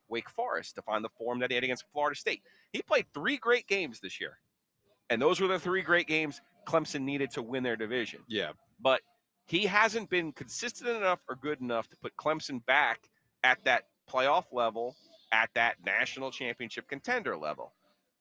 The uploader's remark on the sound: Live From ACC Fan Fest In Charlotte. Live from Fan Fest outside of Bank Of America Stadium in Charlotte ahead of the ACC Championship game.